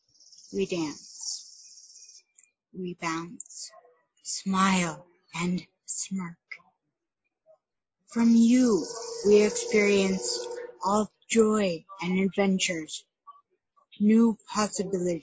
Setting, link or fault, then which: fault, sounds in the background